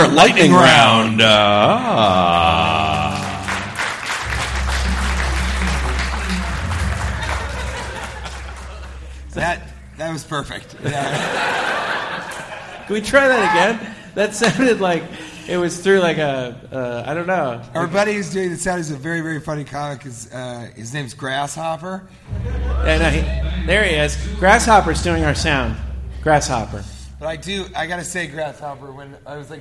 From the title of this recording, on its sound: Live from Legends Mall